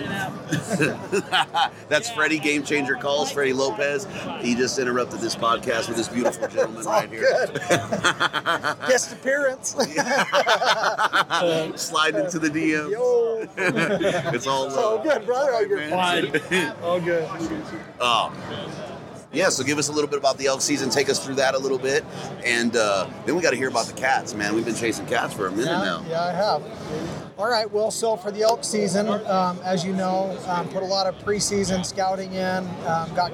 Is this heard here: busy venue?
yes